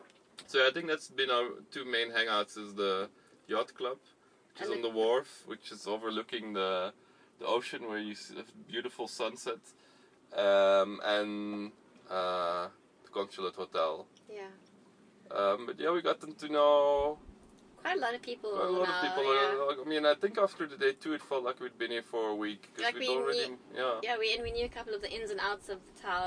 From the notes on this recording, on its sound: Recorded while at anchor at St Helena. Our 31 foot (9.3 meter) long boat. The specs of our little sailboat, a Morgan 31.